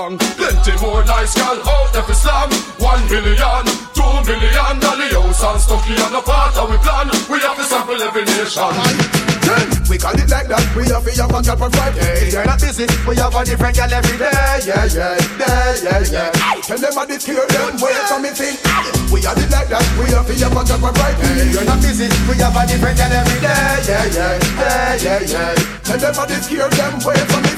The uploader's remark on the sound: LIVE AUDIO. Live set from Phuckket the cruise January 2nd 2023.